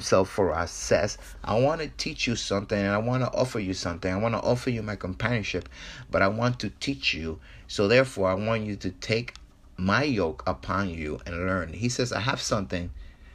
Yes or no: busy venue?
no